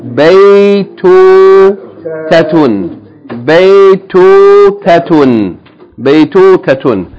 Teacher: the first syllable is a diphthong, bay. The second syllable is a long vowel, tu.